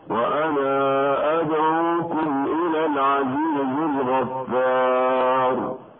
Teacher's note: وفي هذه الحالة تصير عندهما من باب المد المنفصل، والمد المنفصل يمد عند قالون بمقدار حركتين